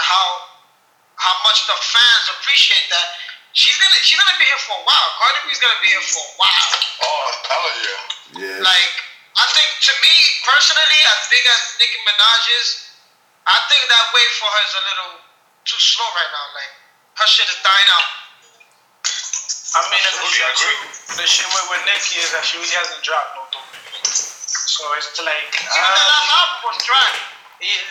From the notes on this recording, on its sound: Its was suppose to be a test recording but it was some much fun we decide to put it out. We apologize for the audio.